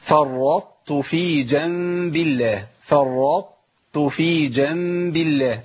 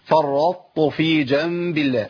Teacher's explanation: يعني بابقي على صفه الاطباق والاستعلاء في الطاء · Shown in: first take · Term: ادغام ناقص